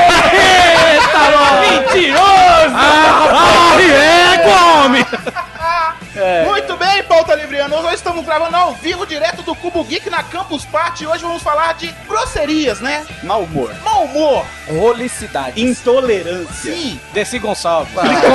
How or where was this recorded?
busy venue